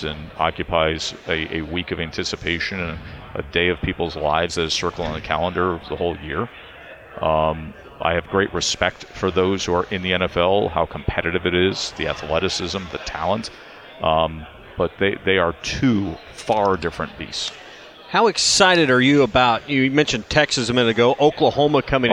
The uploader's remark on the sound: LIVE from Radio Row!